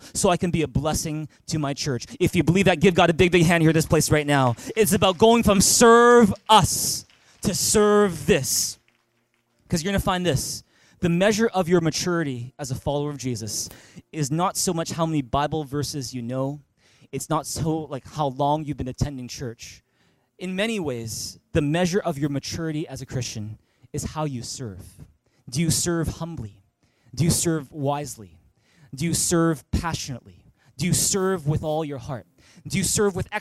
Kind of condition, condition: setting, large echoing room